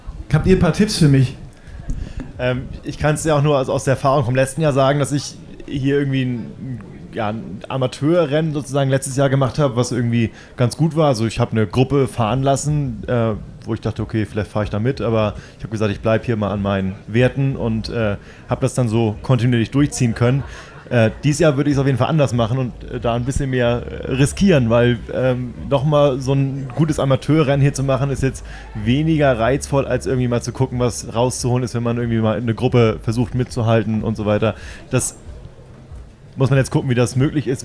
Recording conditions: busy venue